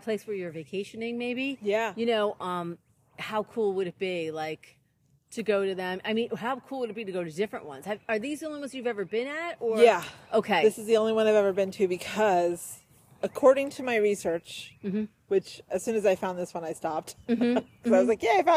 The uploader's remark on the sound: Live from the Ley Line. Record live from their local ley line.